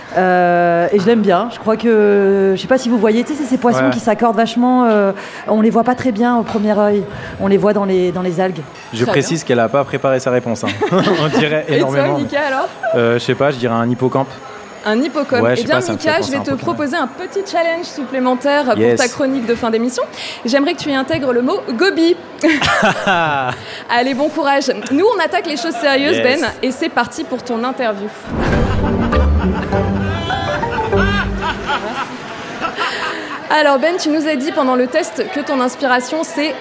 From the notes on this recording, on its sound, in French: On voulait vous faire découvrir ce nouveau format enregistré pendent le So Good Festival. En direct du So good Festival à Marseille.